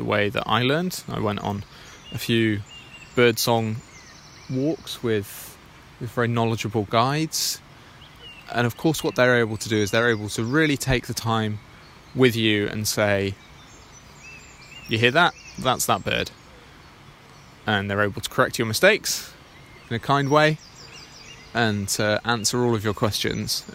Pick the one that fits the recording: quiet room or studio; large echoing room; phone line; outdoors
outdoors